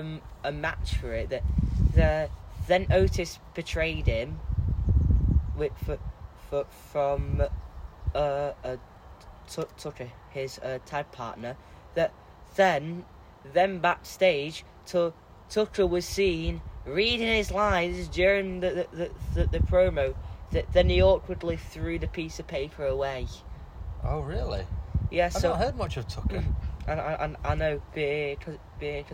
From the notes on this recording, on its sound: This episode is recorded outside next to a fishing lake, and you may hear some bird song and some ducks quacking nearby. This is a young person and his dad recording a podcast.